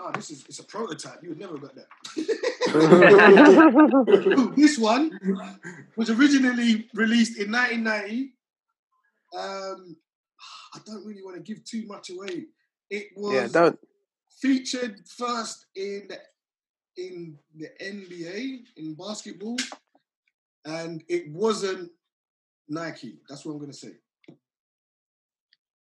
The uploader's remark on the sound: recorded this weeks podcast via a zoom call